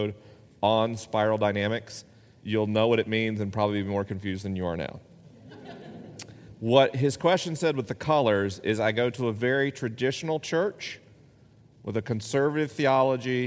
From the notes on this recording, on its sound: This week is a live episode: the questions are unscreened and the answers are unrehearsed.